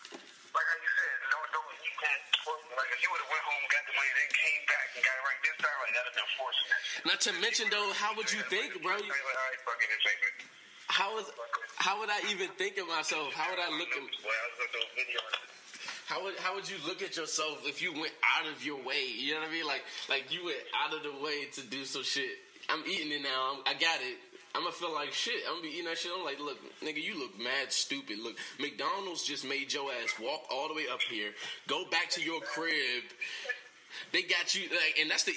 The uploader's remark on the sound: An elevated conversation over the phone.